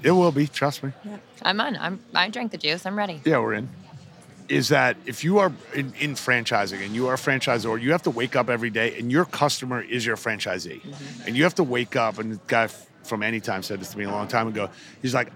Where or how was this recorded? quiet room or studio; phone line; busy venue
busy venue